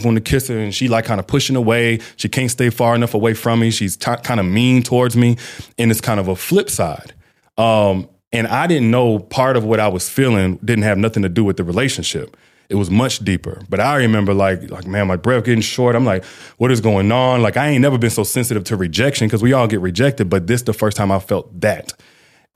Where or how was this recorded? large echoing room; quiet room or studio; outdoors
quiet room or studio